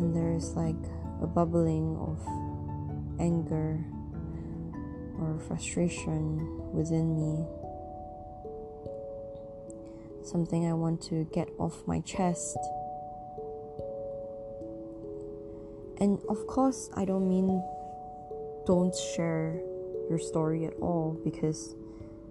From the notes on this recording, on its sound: better to be heard on earphones as the sound volume is much softer for this episode